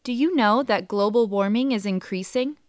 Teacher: Listen and repeat the questions, paying attention to the rising intonation.